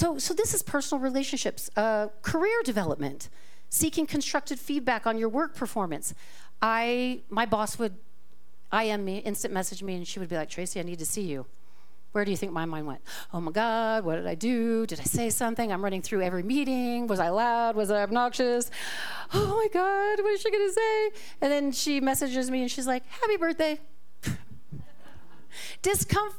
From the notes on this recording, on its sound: This talk was recorded live at the Center for Spiritual Living Prescott on February 4, 2024.